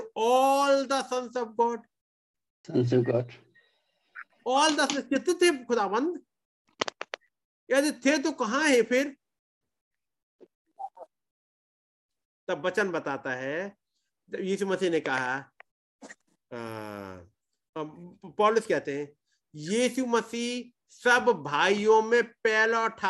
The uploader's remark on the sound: Zoom Meeting